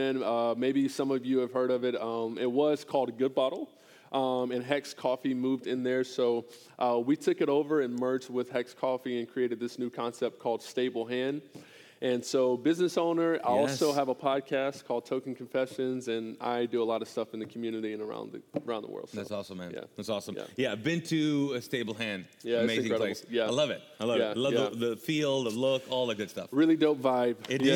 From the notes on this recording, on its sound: This episode was recorded live from the Mosaic Church "Hope Center" in Charlotte North Carolina.